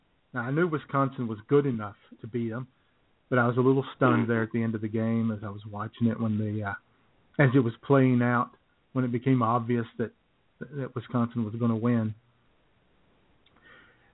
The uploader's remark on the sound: All of that plus your phone calls at 661. As IWS Radio presents: Jesus Christ: Rebel Without A Cross.